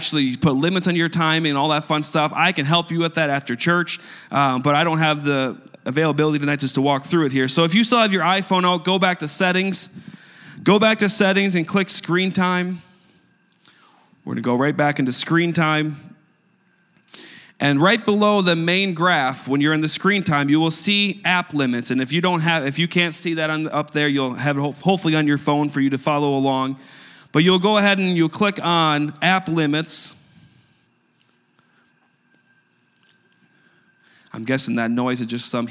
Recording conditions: large echoing room